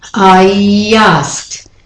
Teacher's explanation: It's as if there's a y at the beginning of the word asked. · Term: intrusive y